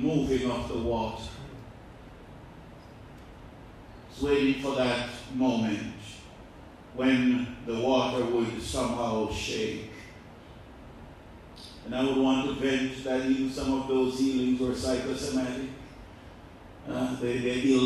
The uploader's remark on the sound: This sermon was preached at the Bovoni Baptist Church